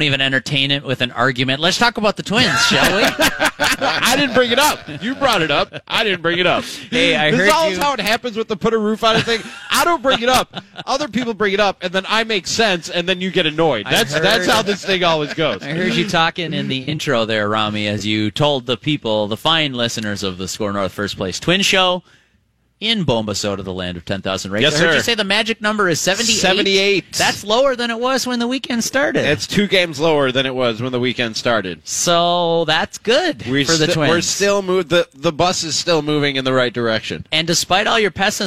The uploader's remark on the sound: The First-Place Twins Show LIVE from CHS Field in St. Paul!